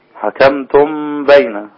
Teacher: هنا عندي الميم مع الباء إخفاء مع الغنة